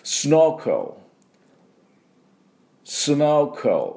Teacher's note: この E の音ほとんど出しません。スノーケルってなくてスノークル、 K と L ダイレクトでつながります。